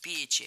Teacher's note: Ударение ставим на первый слог.